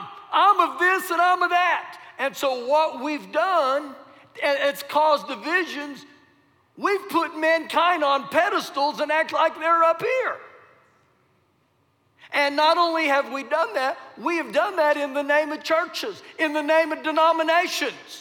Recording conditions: large echoing room